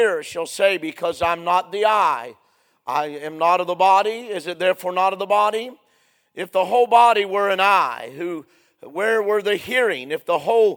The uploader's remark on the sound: A sermon preached Sunday Evening, on May 28, 2023.